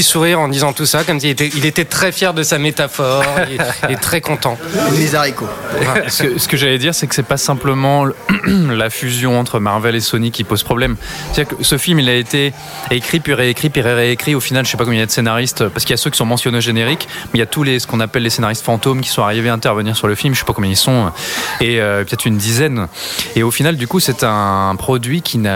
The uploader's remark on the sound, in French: Enregistré au Hurling pub ( 8 Rue Descartes, 75005 Paris ), le samedi 29 Septembre 2018.